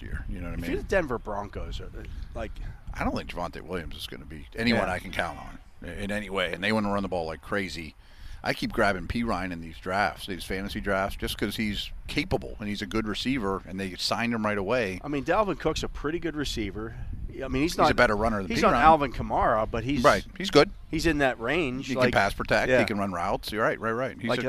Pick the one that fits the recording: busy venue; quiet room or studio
busy venue